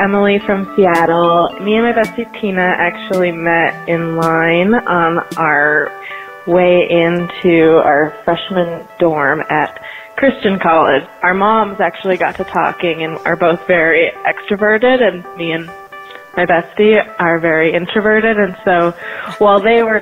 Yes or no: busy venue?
no